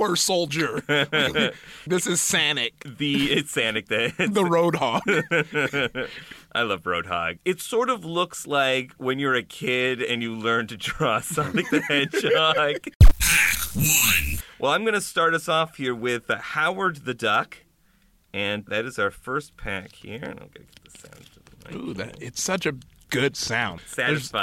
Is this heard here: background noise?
no